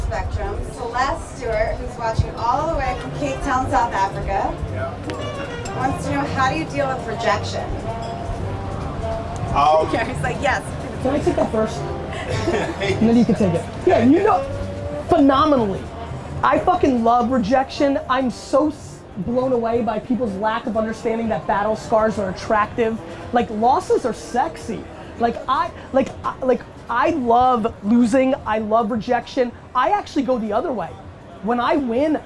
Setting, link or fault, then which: setting, outdoors